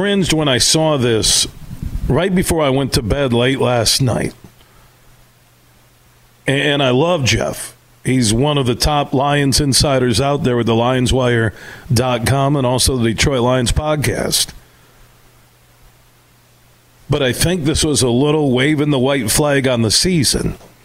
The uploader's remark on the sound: Today, we're broadcasting live from the Van Andel Soccer Stadium at Hope College.